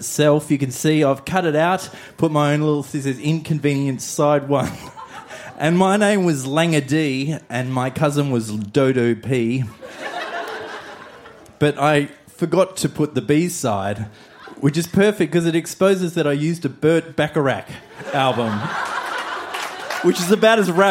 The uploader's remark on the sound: Recorded live at the Woodford Folk Festival